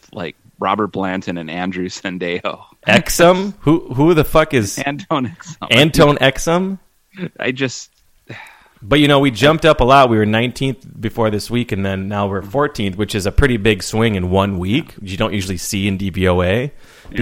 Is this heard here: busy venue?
no